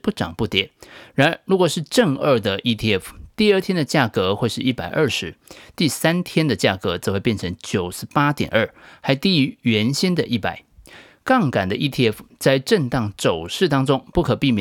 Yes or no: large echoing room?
no